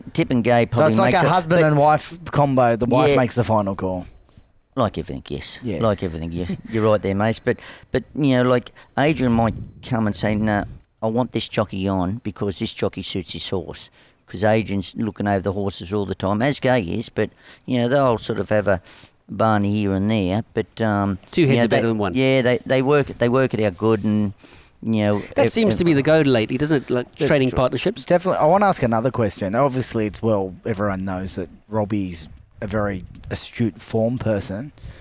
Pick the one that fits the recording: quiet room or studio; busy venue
busy venue